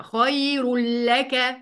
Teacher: هنشيل النون زي ما احنا قلنا، النون والتنوين زي بعض، وهندخل على طول على اللام